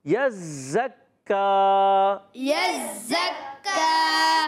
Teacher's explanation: یزکا، اب دیکھیں یہاں یا کو زا سے ملانا ہے اور زا کو کاف سے ملانا ہے. زا پر بھی تشدید، کاف پر بھی تشدید، دونوں کو ذرا رک کر پڑھنا ہے